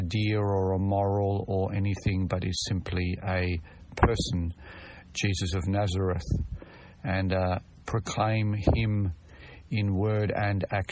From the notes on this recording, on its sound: Very brief episode from the car - sorry about the audio.